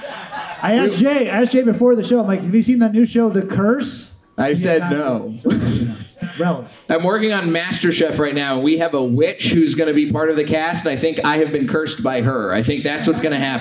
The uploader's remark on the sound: Recorded live at Alamo Drafthouse DTLA.